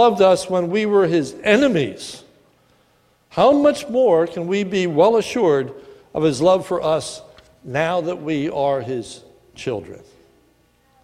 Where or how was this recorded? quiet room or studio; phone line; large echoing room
large echoing room